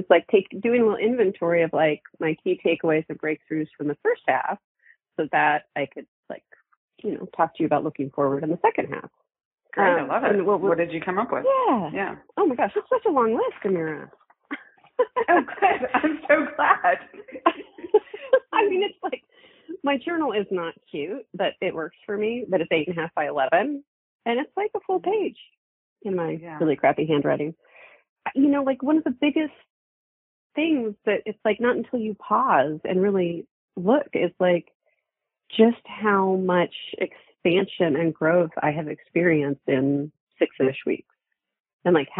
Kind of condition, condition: link, phone line